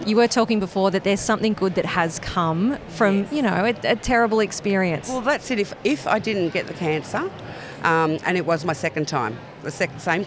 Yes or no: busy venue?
yes